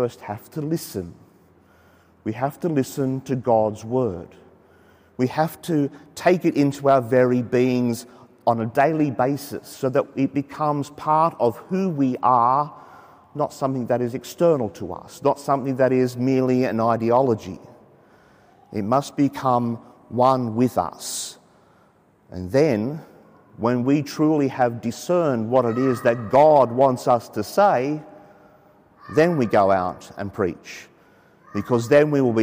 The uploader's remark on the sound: The homily from Sacred Heart Cathedral, Hamilton.